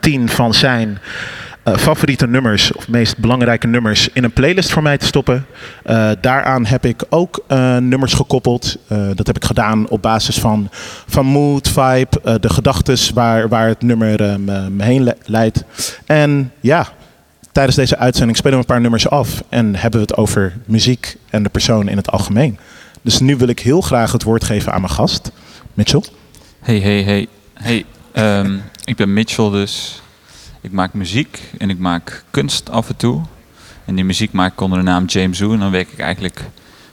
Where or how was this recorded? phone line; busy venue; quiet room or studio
busy venue